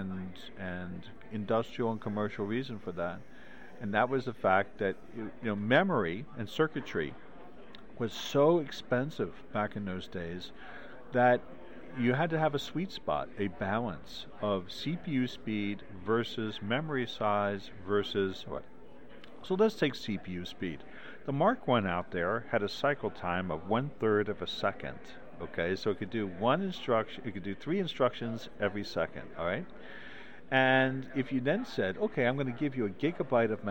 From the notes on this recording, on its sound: HPR1209: Northeast Linux Fest 2013 p2-3. "Live" reports from "The northeast GNU/Linux fest".